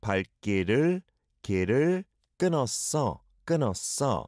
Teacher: It's got a blend of sound from the 길 and especially the 리을 받침 there, the bottom consonant.